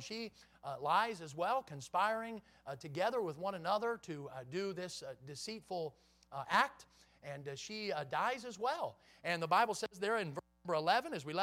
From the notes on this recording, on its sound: in the Sunday Evening Service on January 8, 2023, at Victory Baptist Church in Boonsboro, Maryland